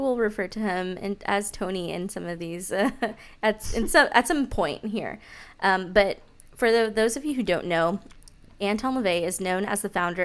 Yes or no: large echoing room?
no